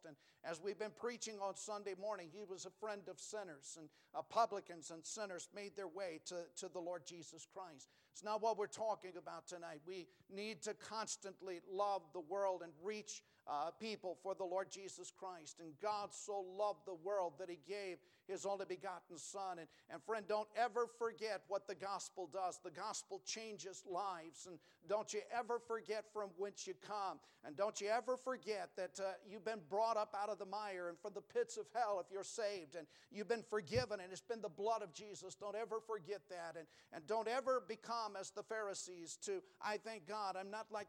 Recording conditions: large echoing room